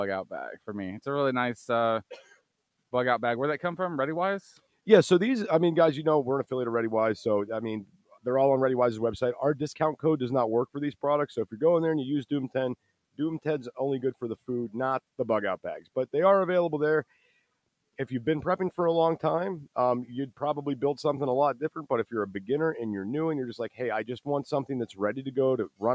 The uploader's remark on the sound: (LIVE) Prepper Camp 2022. Live from prepper camp 2022.